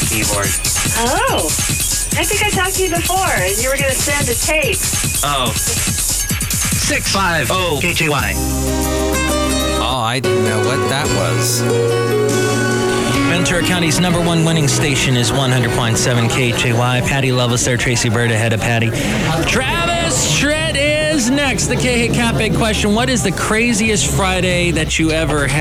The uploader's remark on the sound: podcasts live from Café Anyway